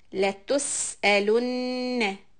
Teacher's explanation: Hold the nun shadda